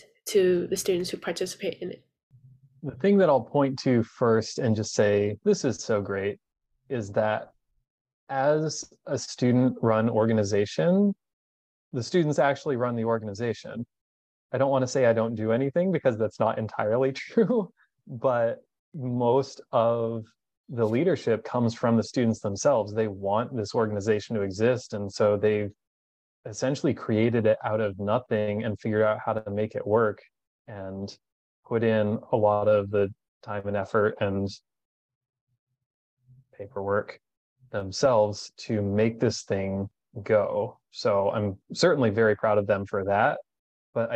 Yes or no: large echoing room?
no